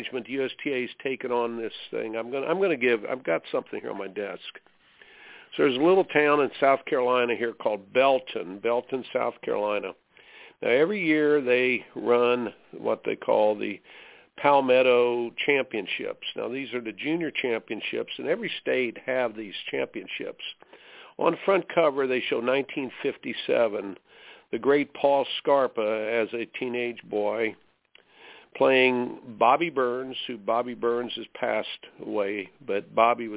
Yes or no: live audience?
no